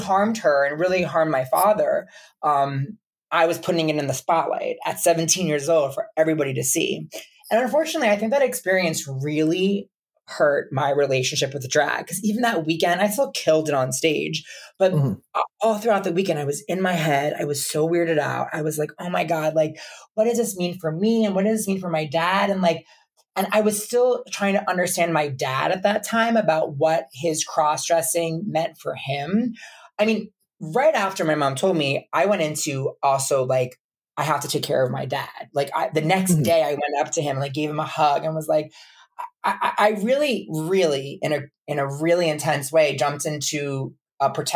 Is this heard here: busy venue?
no